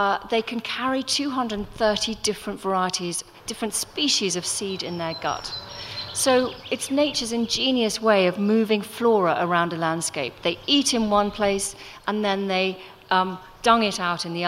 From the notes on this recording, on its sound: Recorded at The Tabernacle in London in May 2018.